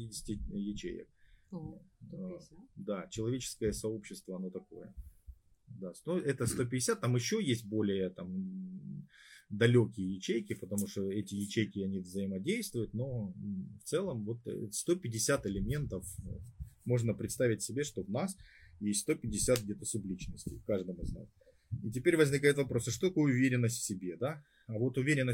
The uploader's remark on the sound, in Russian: Запись из эфира в инстаграм. В процессе записи к нам зашел котенок. Звук откровенно не получился.